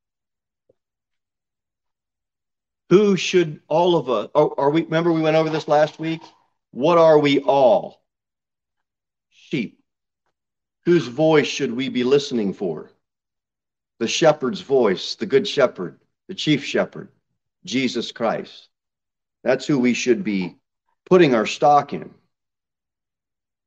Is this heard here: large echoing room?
yes